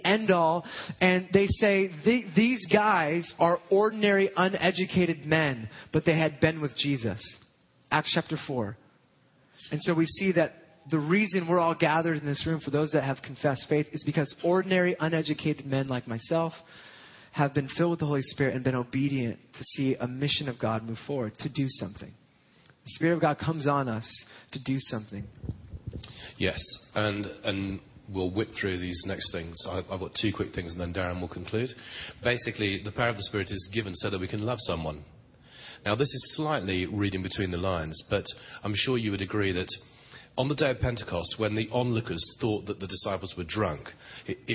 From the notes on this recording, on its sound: Session 1 from the Empowered Conference 2013 in Long Beach, CA.